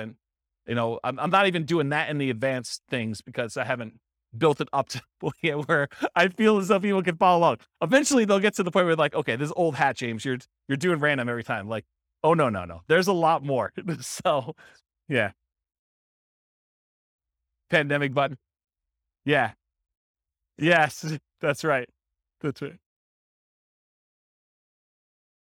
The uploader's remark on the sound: This was a live class recorded.